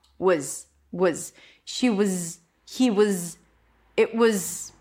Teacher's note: When it comes to was, the W needs to stay, thank God. So all I do is reduce the vowel in the middle to a schwa